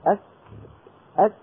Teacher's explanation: تدفق الهواء الذي كان محبوسا خلف مخرج الكاف، كان في هواء محبوس خلف مخرج الكاف، هذا الهواء يريد أن يخرج، كان محموزا، فلما فتحت له الطريق تدفق. · Term: الهمس